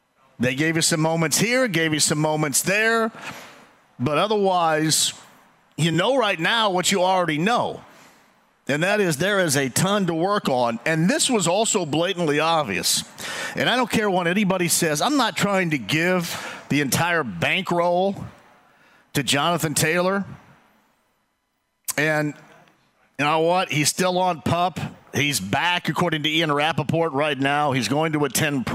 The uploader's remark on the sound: Live From Twin Peaks. As well as by taking a call on the Colts!